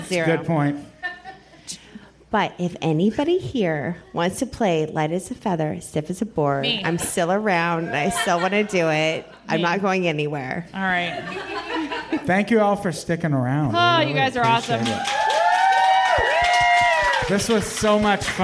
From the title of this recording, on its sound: Live At The Hollywood Hotel